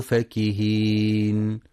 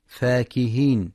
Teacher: في كلمة فكهين لفتح الفاء فقط دون مد، فلا يقرأ فاكهين بمد الفاء · Shown in: first take